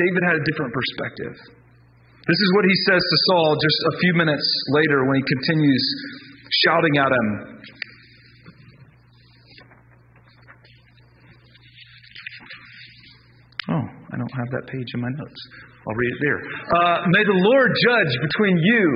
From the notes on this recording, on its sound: Please excuse the poor audio quality of this week’s podcast. We’re experiencing some technical difficulties.